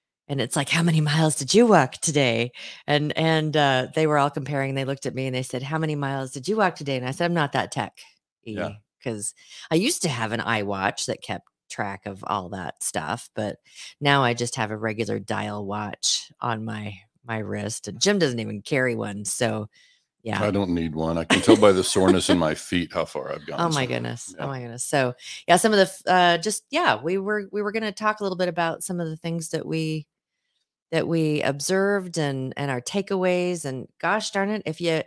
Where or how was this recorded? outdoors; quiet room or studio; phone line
quiet room or studio